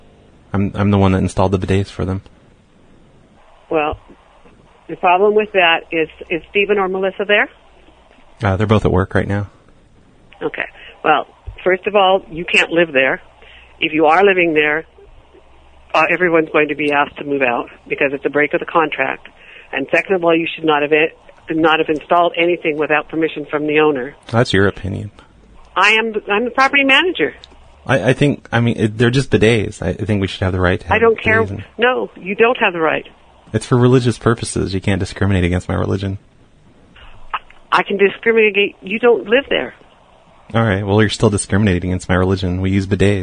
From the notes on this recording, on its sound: Personal Prank Phone Calls Collection